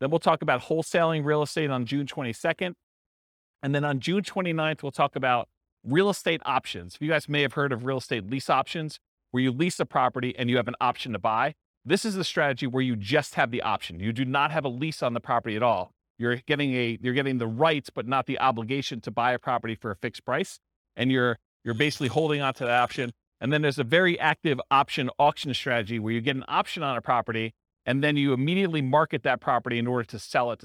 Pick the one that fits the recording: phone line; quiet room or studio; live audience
live audience